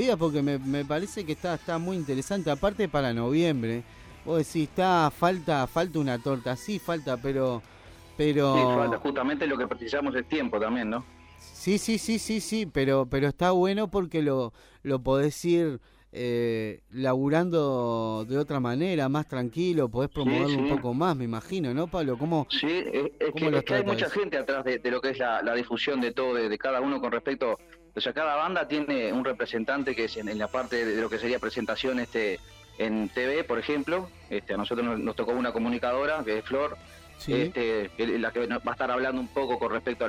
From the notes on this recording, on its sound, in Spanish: Entrevista telefónica